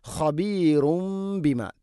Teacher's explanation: തൻവീന് ശേഷം ബ, ഇഖ്ലാബ് തൻവീനിനെ മീമാക്കി മാറ്റി മണിച്ചുകൊണ്ട് ഉച്ചരിക്കണം